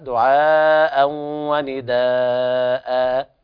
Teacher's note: يقف على إبدال التنوين ألفا مادية عوض عن التنوين المحذوف · Term: مد عوض عن التنوين